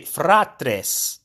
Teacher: In Latin, the tradition is to roll the R, so hence to say fratres.